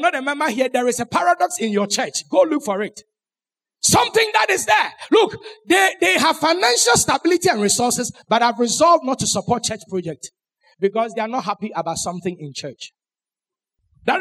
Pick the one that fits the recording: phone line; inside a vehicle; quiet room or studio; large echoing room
large echoing room